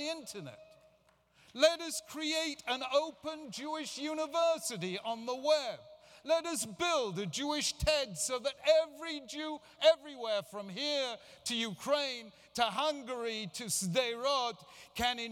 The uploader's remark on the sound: Keynote address at the Jewish Federation of North America's 2014 General Assembly. A keynote plenary address to the Jewish Federations of North America’s General Assembly gathering in Washington DC.